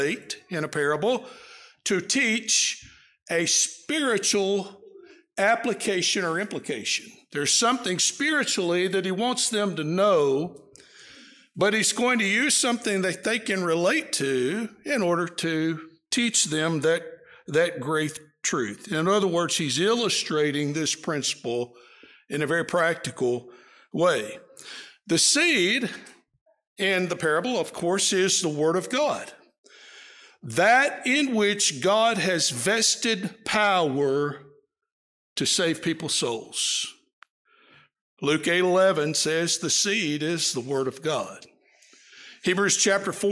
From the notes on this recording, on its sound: Preached during the PM worship service at the Roanoke CofC